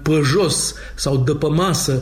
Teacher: accentul bucureștean, cu toate acele ă-uri în loc de e